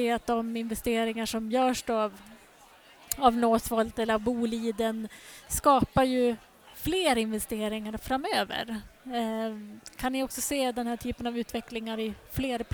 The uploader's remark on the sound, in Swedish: Du lyssnar till en livepodd från Ingenjörsdagen den 9 november i Göteborg.